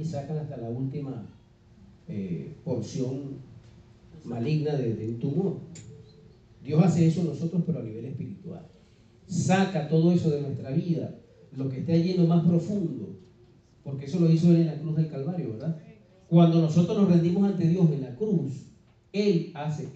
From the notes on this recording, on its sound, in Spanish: fue grabada en mayo del 2019 en vivo en nuestra iglesia, Church of God Centro Cristiano Renacer